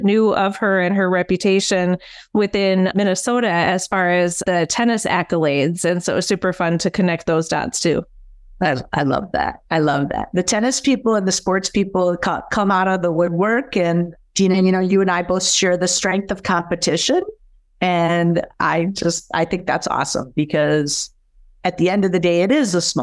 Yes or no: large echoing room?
no